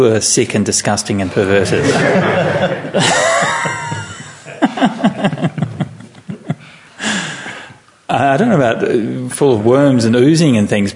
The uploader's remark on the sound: At Bodhinyana Monastery in Serpentine (southeast of Perth, Western Australia). The main audience was the Sangha.